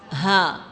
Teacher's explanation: اور جب ہم ہا ادا کرتے ہیں تو آواز لگتا ہے جیسے سینے سے ہی آ رہی ہے نا. اقصا حلق.